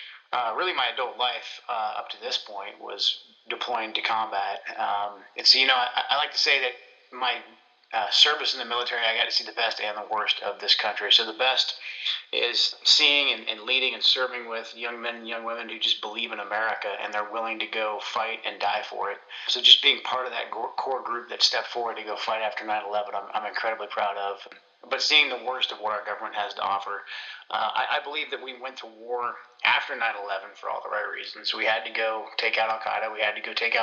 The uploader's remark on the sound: joins me on today's call